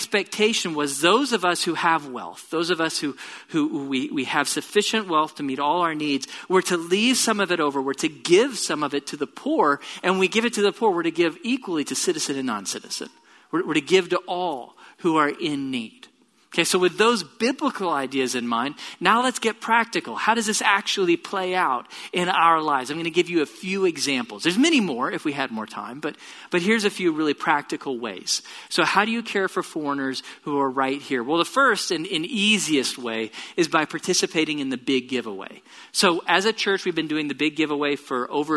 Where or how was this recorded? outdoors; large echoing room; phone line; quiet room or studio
large echoing room